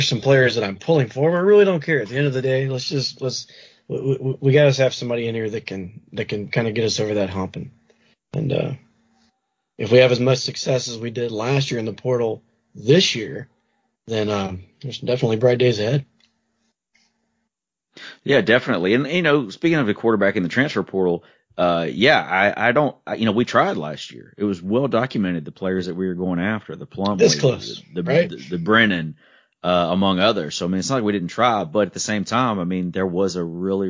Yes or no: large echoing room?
no